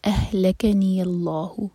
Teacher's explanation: اہ لے کے نی یلہ، اور لام جلالہ ہیوی ہوگا کیونکہ اللہ تعالیٰ کے نام سے پہلے جو ورڈ ہے اس کا جو لاسٹ لیٹر ہے اس پر ہے فتحہ، تو لام کو ہم منہ بھر کر پڑھیں گے اور دو حرکہ کھینچیں گے اگر کنٹینیو کریں گے.